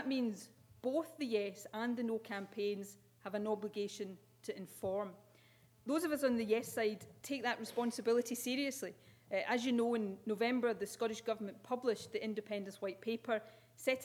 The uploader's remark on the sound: With a keynote speech at St Andrews University.